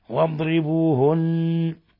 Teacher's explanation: لاحظ لما نتلفظ بالضاد نخرجها من مخرجها من الحافة نظهر الاستطالة فيها، ونحذر القلقلة، نحذر أن نقلقل الضاد. واضربوهن، ولا يخفى ما في النون المشددة من غنة